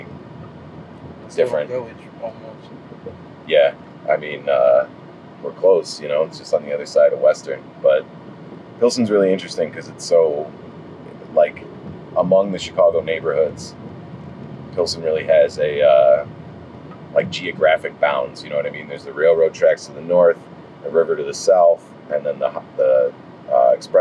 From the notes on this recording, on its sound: Driving through the forgotten parts of Chicago.